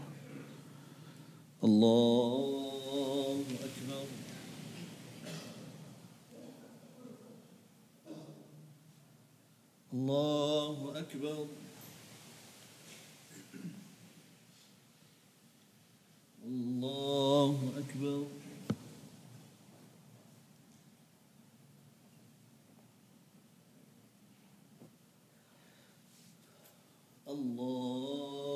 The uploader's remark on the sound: at the Houghton Masjid (West Street)